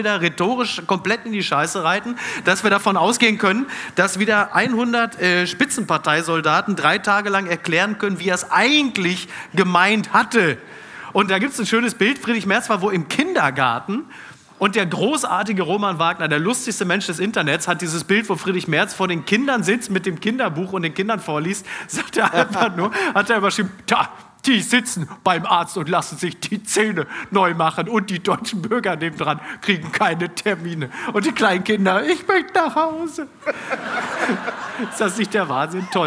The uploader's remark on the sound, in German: Live aus Hannover